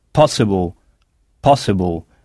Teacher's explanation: on n'insiste pas sur le « i » comme en français. En français, on dit « possible ». Mais sur la syllabe qui précède cette terminaison. Ça donne « able »,« possible »,« possible ».